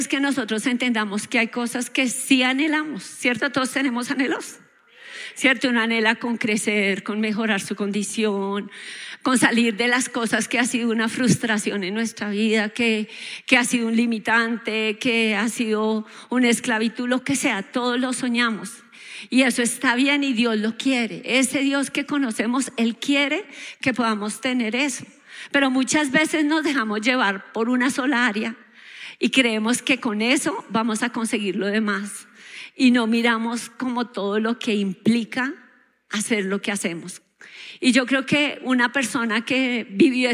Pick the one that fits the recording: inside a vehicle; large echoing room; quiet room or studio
large echoing room